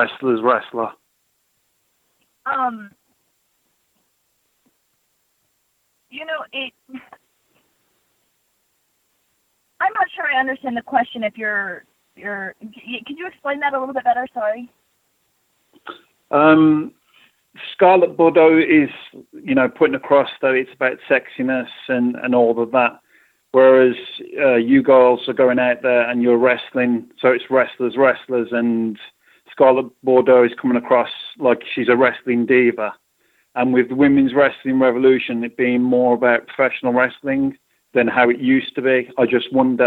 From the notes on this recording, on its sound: Impact Wrestling's August 9, 2018 media call